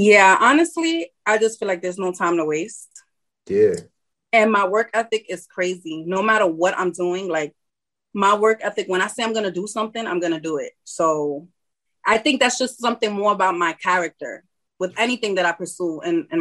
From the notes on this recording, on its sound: interview on The Leo Black Show zoom